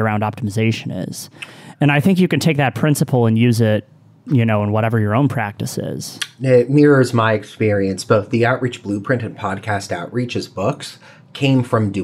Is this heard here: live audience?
no